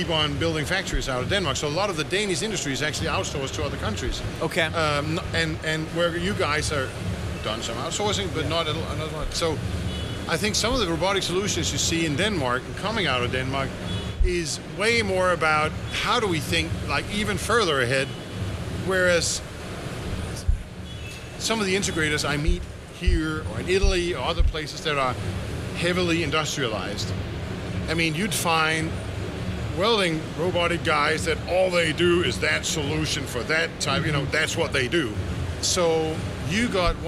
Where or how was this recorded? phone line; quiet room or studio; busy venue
busy venue